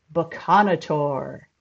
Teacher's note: read the sign aloud with the accent on the second syllable, Baconator.